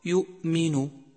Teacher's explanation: يجب عدم الضغط الزائد على الهمزة فتصبح كأنها مقلقلة